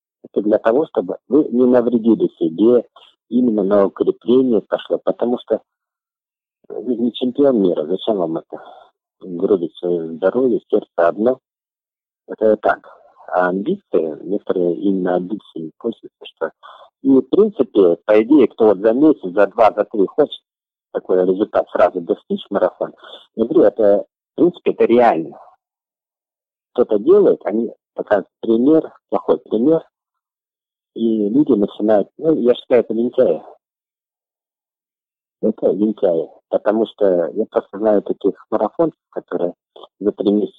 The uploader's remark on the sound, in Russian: Интервью мы записывали по телефону, что немного повлияло на качество звука. Даже если местами плохо слышно.